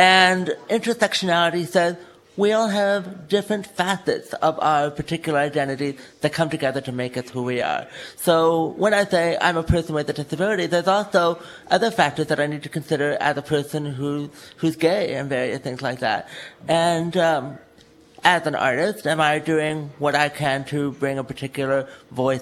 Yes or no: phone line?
no